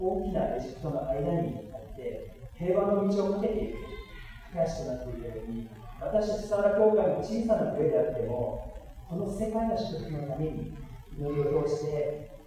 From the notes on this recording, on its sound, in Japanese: 機材トラブルにより音声が聞きづらくなっております。